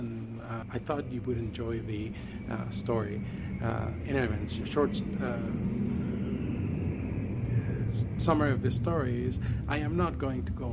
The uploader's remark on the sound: A quick recording made at the airport.